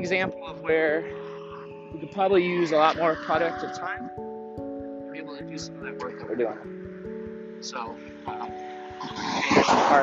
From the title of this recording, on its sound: Morning Walk and Talk